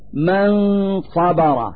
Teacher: نلفظ النون الساكنة من كلمة من مخرج الصاد من كلمة صبر، فنقول من صبر مع إظهار الغنة، وإظهار الغنة هذه هي الدليل على وجود النون الساكنة في اللفظ. · Term: الإخفاء